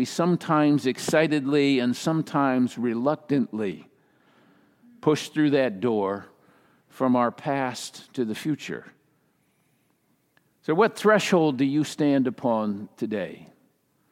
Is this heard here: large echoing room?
yes